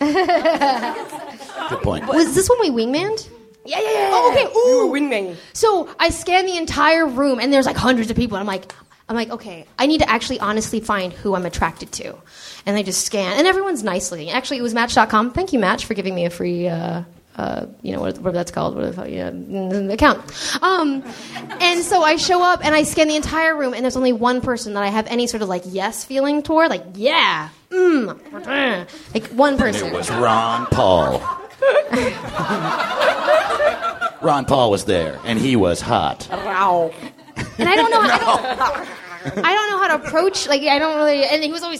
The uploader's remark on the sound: On stage live at Nerdmelt.